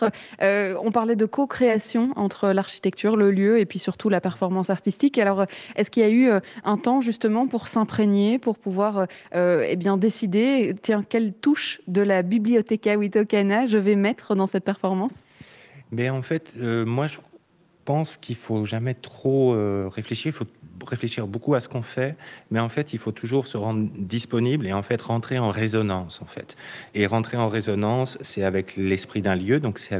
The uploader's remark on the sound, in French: depuis le Festival Artonov